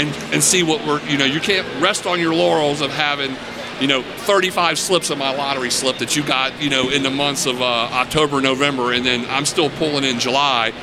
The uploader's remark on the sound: we record live from PROOF Festival at Cincinnati's Duke Energy Center during the first ever high proof spirit and cocktail festival to hit Southern Ohio.